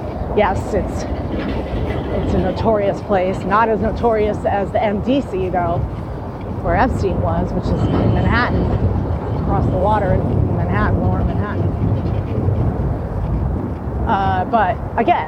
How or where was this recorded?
outdoors